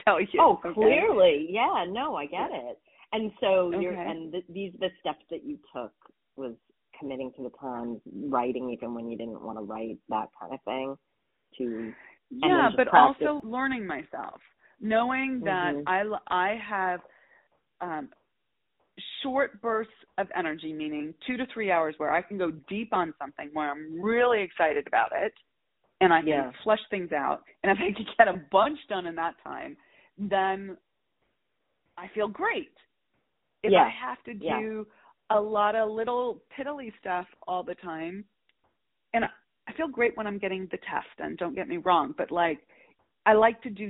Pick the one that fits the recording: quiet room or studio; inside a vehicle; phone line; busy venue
phone line